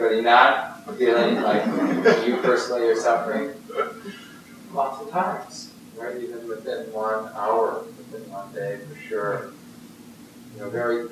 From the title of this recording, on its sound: Poor Audio Quality